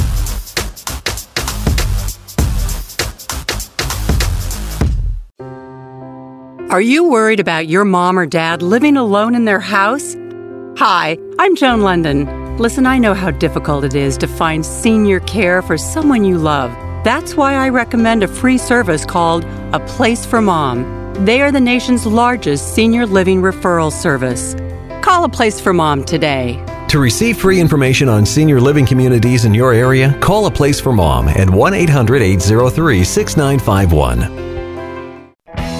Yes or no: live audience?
no